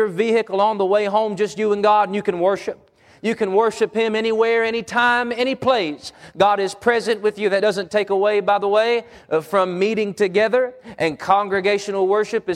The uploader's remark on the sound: Wednesday PM Service